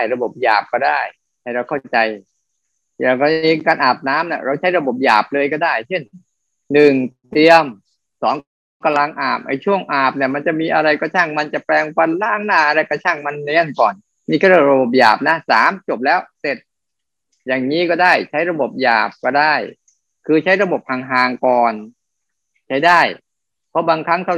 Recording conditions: video call